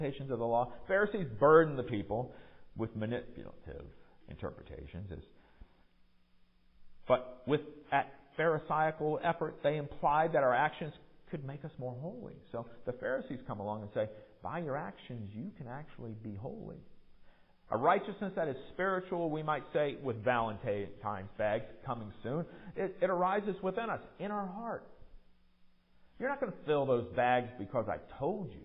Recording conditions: large echoing room